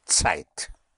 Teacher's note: The Z, the Z always has a sound of a TS.